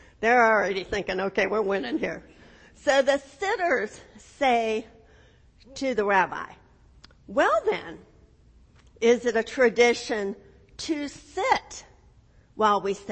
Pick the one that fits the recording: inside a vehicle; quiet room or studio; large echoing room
large echoing room